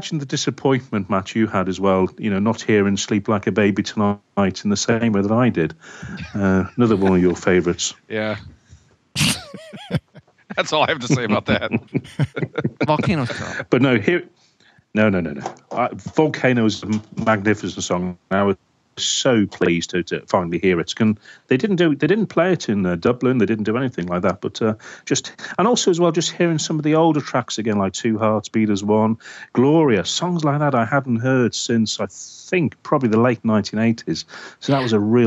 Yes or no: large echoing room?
no